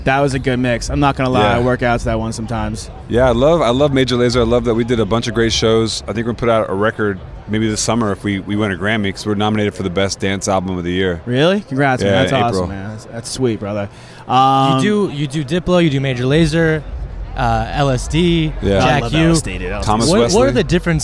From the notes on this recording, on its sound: Live from the Super Bowl Radio-Row